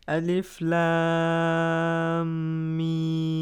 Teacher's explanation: You stretch it for two counts. Ghunna sound.